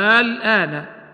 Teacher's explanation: نجد الهمز ممدودا وبعده سكون للام · Term: اللازم الكلمي المخفف